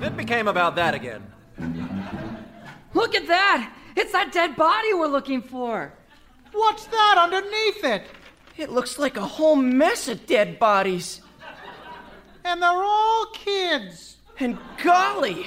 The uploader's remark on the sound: Recorded Live 9/10/2010 at Largo, Los Angeles.